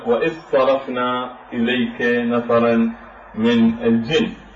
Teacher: فهنا تدغم الذال بالصاد · Term: الإدغام الذال بالصاد